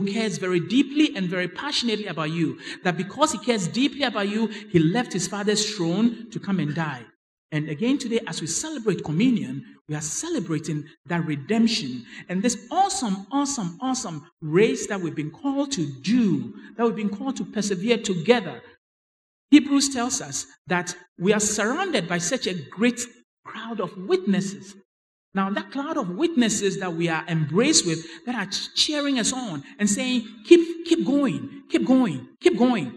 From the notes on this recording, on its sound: Sermon preached at CBC Adabraka Campus